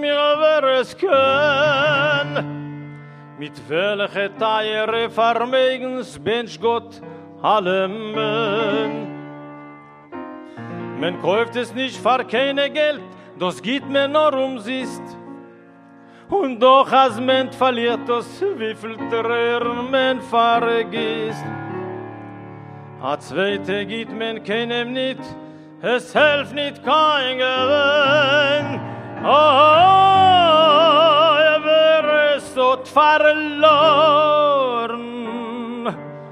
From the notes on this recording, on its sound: The Taubman Symposia in Jewish Studies at UCSB hosts a live musical performance.